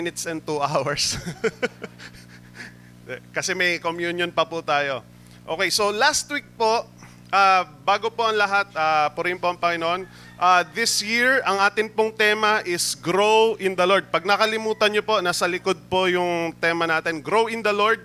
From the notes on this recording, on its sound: Recorded live at The Shepherd Of Faith Family Church on August 7, 2022.